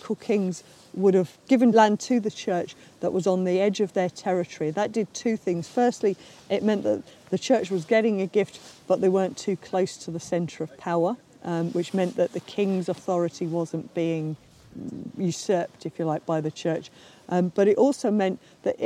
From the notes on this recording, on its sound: Last summer I visited Disert to record an episode at the excavation.